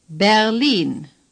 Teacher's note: The R is hardly pronounced at all. You don't have to gargle again.